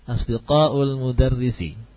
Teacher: Intonasinya jangan menaik ya, jangan meninggi.